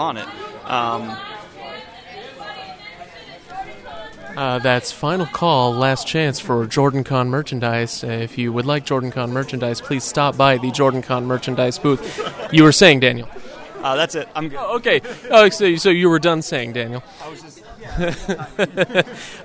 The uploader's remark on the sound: Live at JordanCon 2019